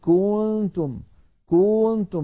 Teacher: كذلك مثلا الضمة كنتم كنتم، الكاف المضمومة، فإذا بالغنا يقول الواحد كنتم كنتم، فيمط الضمة إلى أن يصل السامع يتوهم كأن هناك واوا بعد الكاف المضمومة · Term: التمطيط